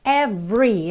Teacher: esse E do meio não é pronunciado